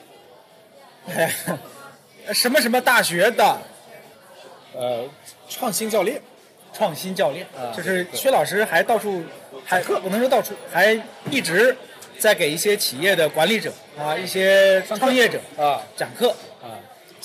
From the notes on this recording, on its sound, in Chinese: 这期节目是在北京某个嘈杂的酒吧录制，而且当时设备设置出了问题，导致录音质量不够理想。我尝试用各种降噪技术修复，才达到目前的效果。